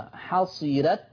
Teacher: ترقيق الراء لأن الراء مفتوحة ومسبوقة بكسر أصلي